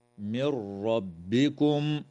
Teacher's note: وتدغم النون الساكنة في الراء من غير غنة